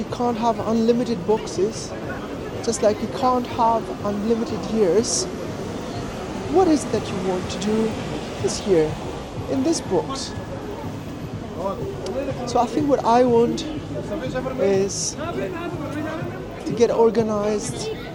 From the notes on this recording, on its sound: Cinematic Motivational Walk in Chinatown. I'll be walking around, taking in the sights and sounds, and talking about setting goals and intentions for the year ahead.